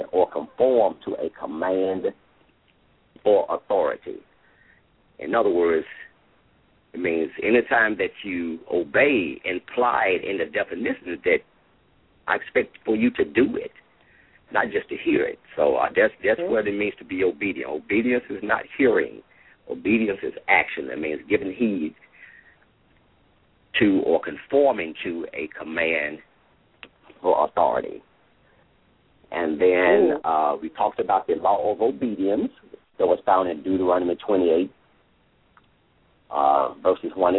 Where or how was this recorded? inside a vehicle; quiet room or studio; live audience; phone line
phone line